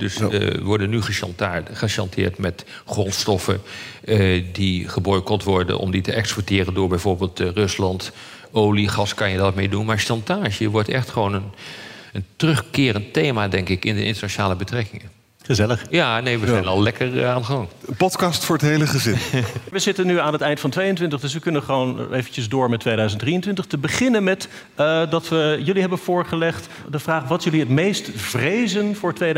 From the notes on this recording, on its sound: live in Tivoli, Utrecht